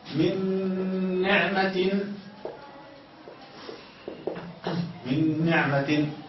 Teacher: نون ساكنة أضغمت في نون متحركة · Term: إدغام مع الغنة